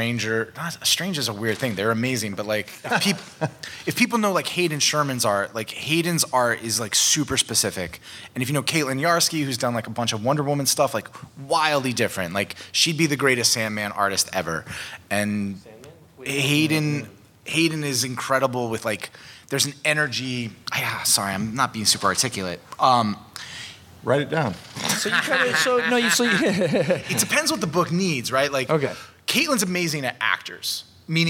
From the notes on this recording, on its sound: take questions LIVE from FanExpo Philadelphia 2023